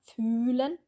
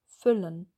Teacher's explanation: bei dem Ü lang sind die Lippen mehr gespannt, ja, als bei füllen. Und was der große Unterschied ist, bei füllen ist auch der Unterkiefer viel weiter geöffnet.